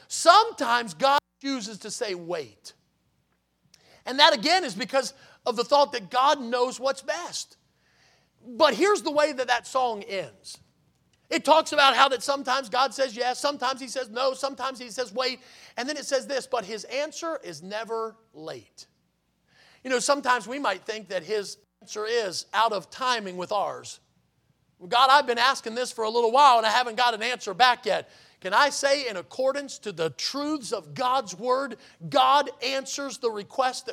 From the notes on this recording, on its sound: in the Sunday Morning Service on July 30, 2023, at Victory Baptist Church in Boonsboro, Maryland